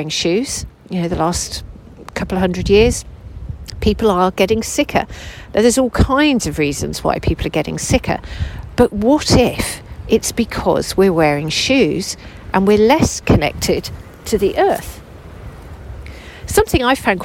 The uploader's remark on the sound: Recorded whilst laying on the ground under the trees at Westonbirt.